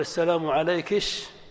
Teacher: أو إتباع الكاف شينا فيقال السلام عليكش، أو قلبها بين الكاف والشين فيقال السلام عليش. · Term: الكشكشة